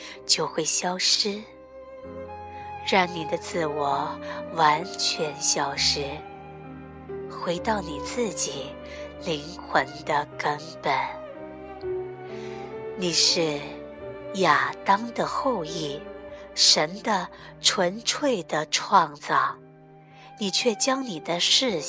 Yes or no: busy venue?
no